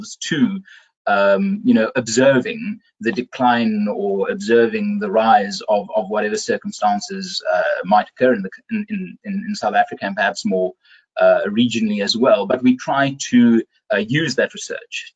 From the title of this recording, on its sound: BizNews Finance Friday webinar